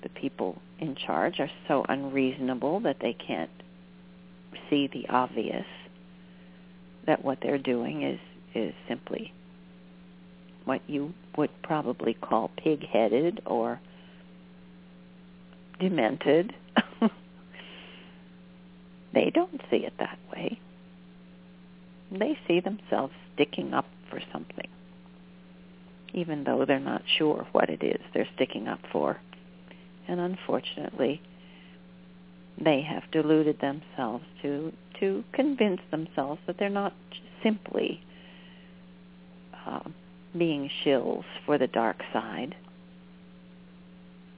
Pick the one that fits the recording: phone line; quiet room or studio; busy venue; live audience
phone line